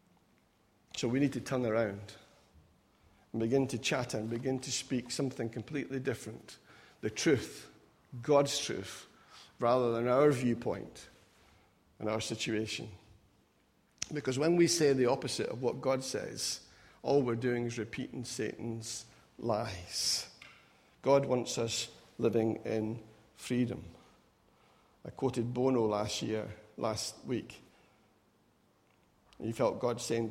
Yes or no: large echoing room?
yes